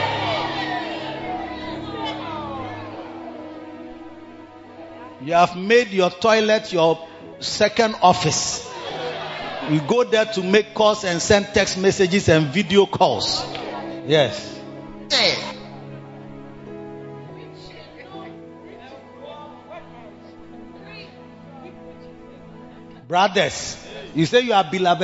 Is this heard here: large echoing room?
yes